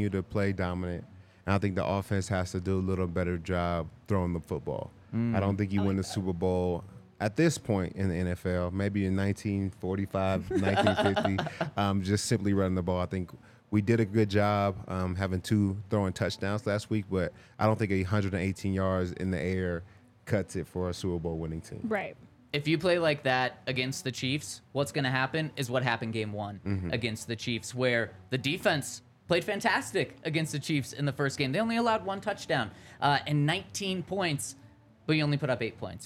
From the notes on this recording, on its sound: coming to you LIVE from the DNVR Bar